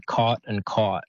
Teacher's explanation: These two words, they sound different in Australian English, but in American English, they would say them, the vowel would be the same. So it would be caught and caught.